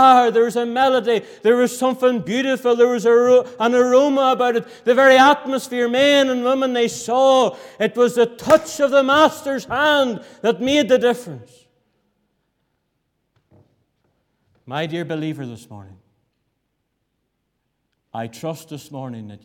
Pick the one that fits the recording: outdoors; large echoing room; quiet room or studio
large echoing room